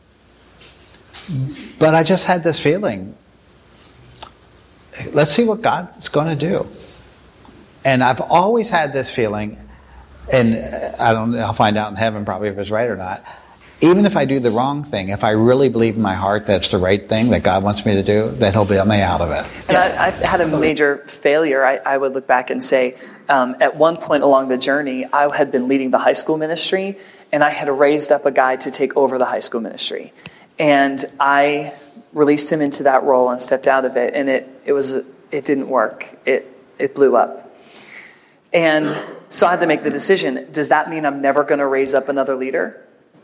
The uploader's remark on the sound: you'll hear their Q&A session from the breakfast